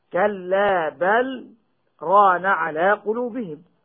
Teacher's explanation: وحكمه الإظهار لحفص إلا في اللام مع الراء بعدها، فبالإدغام له وللجميع هكذا من نحو قل ربي برانا، مع ملاحظة أن حفصا له أيضا السكت على لام بل سكتة لطيفة بدون تنفس، والسكت يمنع الإدغام